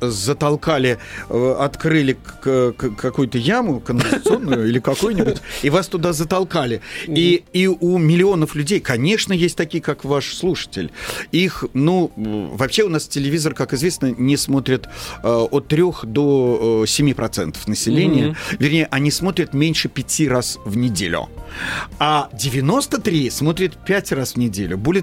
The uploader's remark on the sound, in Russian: Нам ничего не остается, как начать этот разговор по телефону.